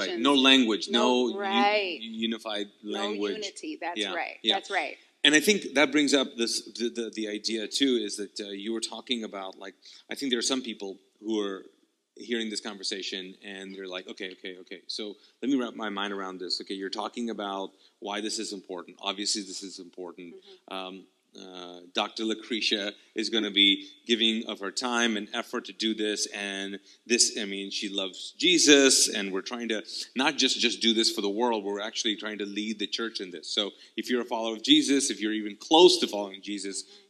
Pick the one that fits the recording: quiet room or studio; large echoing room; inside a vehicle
large echoing room